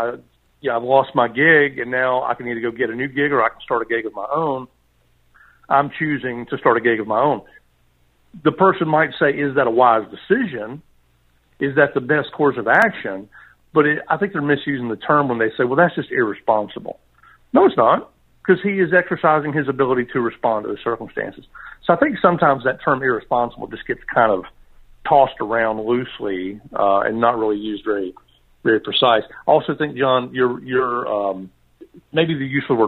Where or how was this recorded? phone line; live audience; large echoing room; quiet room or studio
phone line